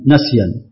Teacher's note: ويقول الإمام الشاطبي رحمه الله تعالى ونسيا فتحه فائز علا، أي قرأ حمزة وحفص لفظ نسيا بفتح النون